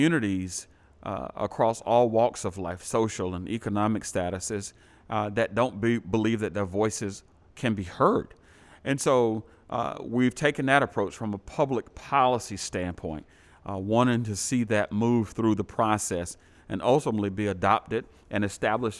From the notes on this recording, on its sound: Live Panel. We recorded this "Live" at the River Room at TheClubhou.se.